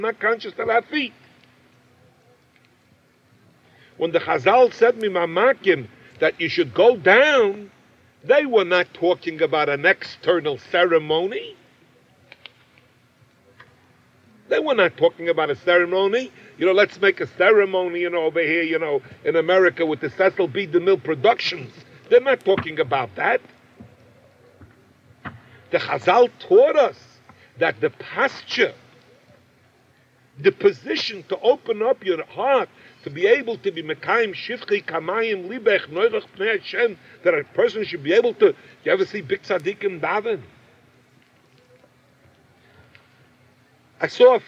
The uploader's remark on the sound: Campfire Q&A